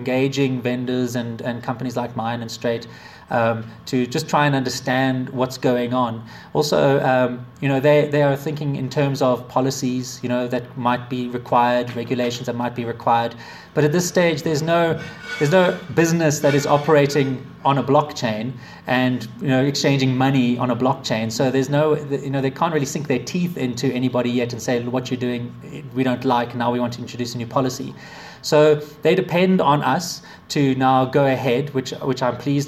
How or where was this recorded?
live audience